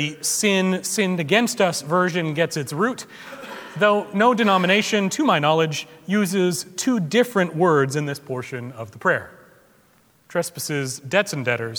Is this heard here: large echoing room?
yes